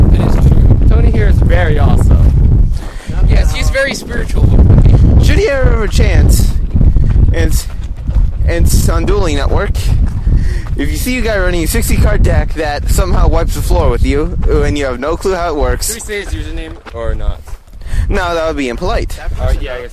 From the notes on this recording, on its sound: Forgive us for the wind in the background.